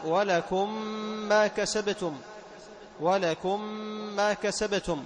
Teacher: تدغم الميم في الميم ويسمى إدغام متماثل صغير